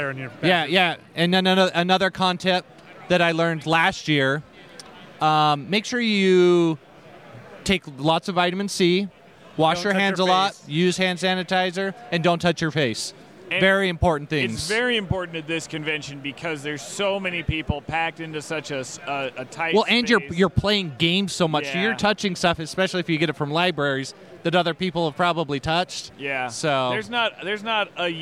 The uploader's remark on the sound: SaltCON 2019 Special. We recorded live from the convention!